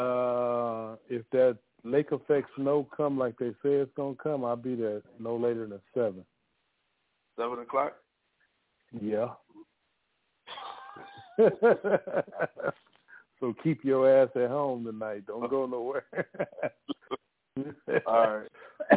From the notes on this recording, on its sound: The Nerve Djs Bi-Weekly Industry Conference Call